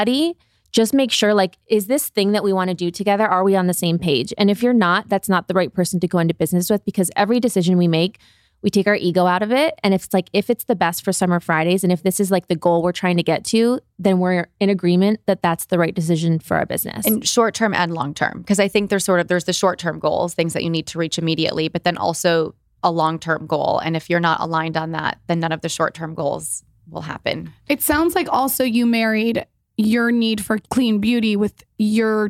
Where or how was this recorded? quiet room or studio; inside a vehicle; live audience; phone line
quiet room or studio